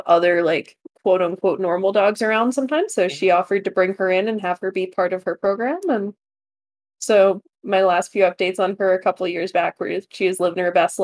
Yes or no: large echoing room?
no